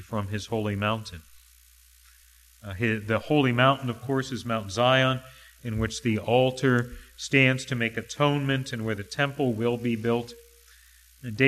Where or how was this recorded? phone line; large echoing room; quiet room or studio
large echoing room